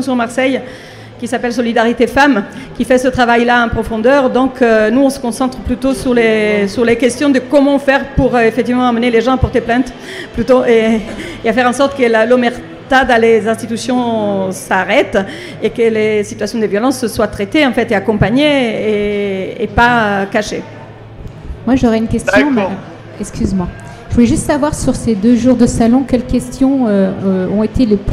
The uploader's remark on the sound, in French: En direct du salon Amours et handicap de Hyères